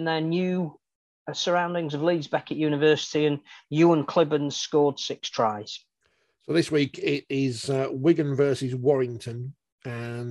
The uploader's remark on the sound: Forty20 NOT LIVE. We're back on pre-record via Zoom.